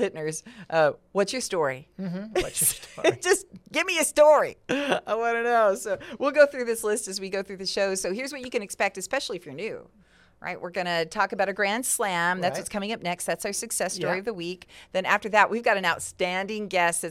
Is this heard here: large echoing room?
no